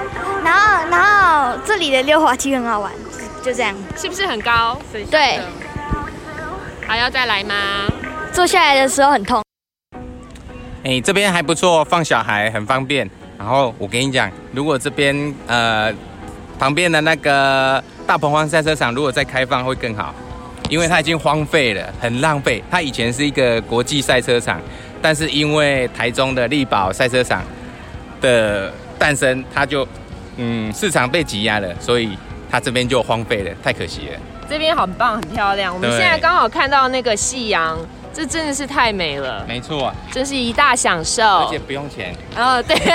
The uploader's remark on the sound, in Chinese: 將於7月30日至9月4日在東港大鵬灣國際休閒特區登場。現場直擊，我們來聽聽看現場遊客的心聲。